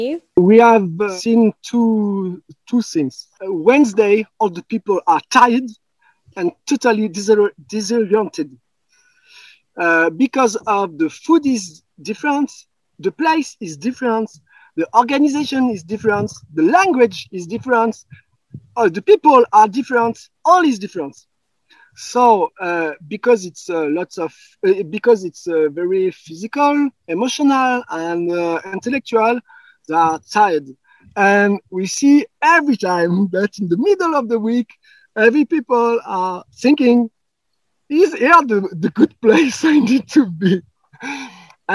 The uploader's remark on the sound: There are a few audio issues in this episode. Chatted with me from outside which was so lovely but also meant the sound quality isn’t as clear.